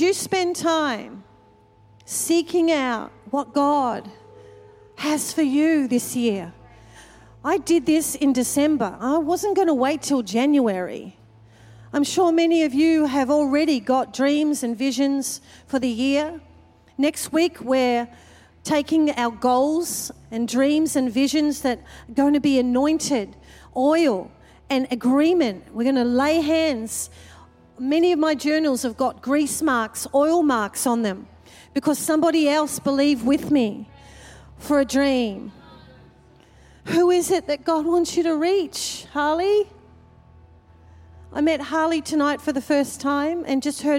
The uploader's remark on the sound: Recorded during our 5pm service on Sunday, the 21st of January 2024